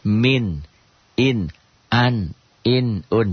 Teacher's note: Kembali kepada tema kita nun mati atau tanwin saat berhadapan dengan huruf izhar yang 6 hamzah ha, ain ha, gin kha, maka bunyi nun mati, bunyi n tadi menjadi tetap jelas. Min, in, an, in, un jelas.